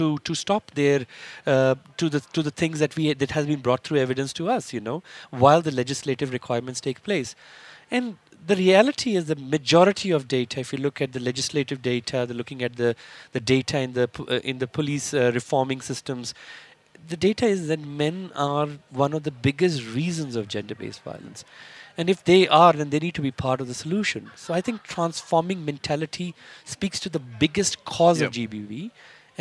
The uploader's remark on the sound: We continue our live broadcast from Birchwood Hotel in Boksburg where Minister for Higher Education, Science and Innovation is hosting the inaugural Transforming MENtalities Summit.